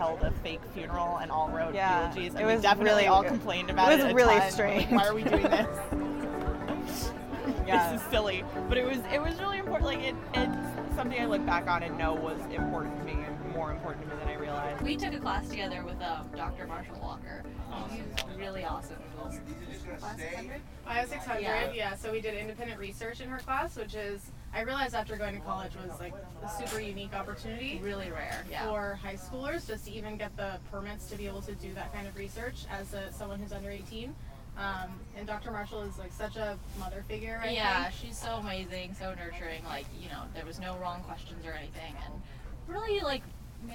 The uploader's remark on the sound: We set up a tent, a table, and chairs in front of George Washington Hall and invited alumni in to sit, relax, and reflect.